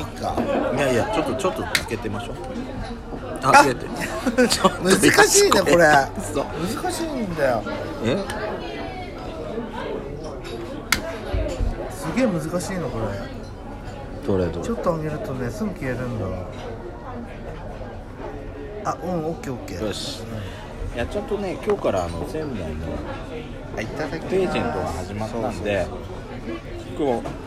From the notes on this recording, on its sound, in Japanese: 忘年会の模様です。ロケラヂ。